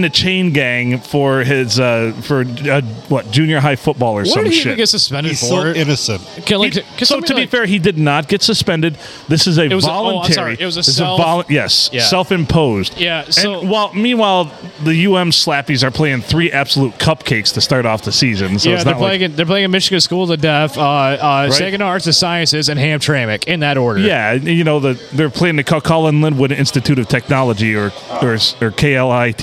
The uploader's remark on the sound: Recorded at the Blue in lovely Port Sanilac on a Monday night